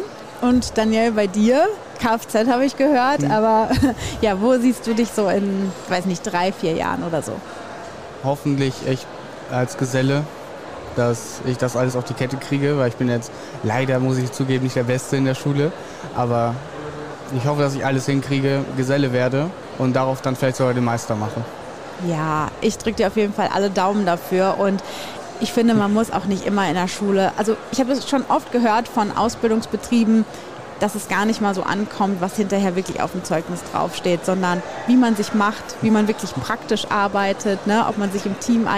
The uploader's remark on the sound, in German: LIVE von der Ausbildungsbörse Brilon 2024. Heute sind wir live auf der Ausbildungsbörse in Brilon unterwegs.